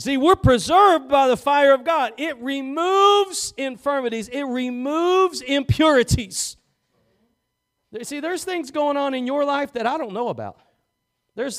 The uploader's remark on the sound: Preached at Gospel Lighthouse in Bossier City, La.